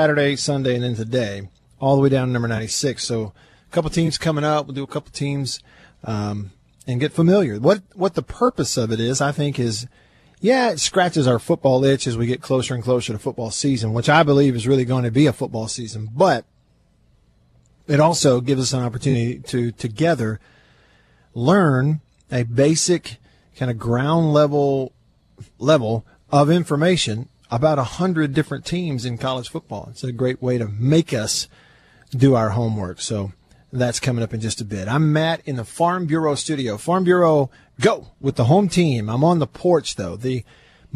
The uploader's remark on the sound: LIVE from the porch in Vicksburg